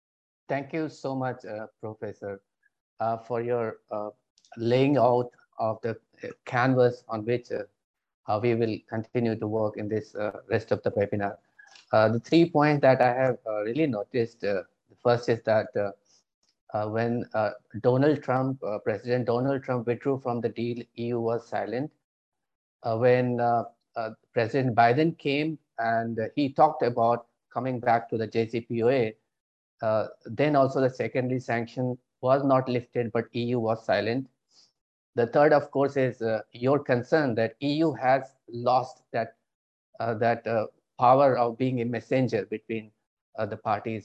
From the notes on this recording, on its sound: This public talk was conducted online via Zoom.